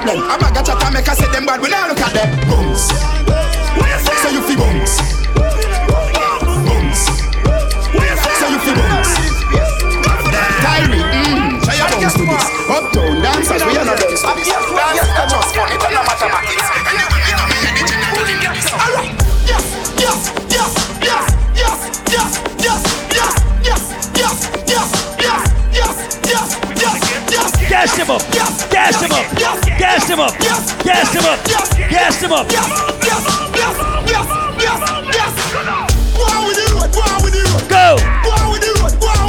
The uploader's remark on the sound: Audio recording of my set at Island Saturdays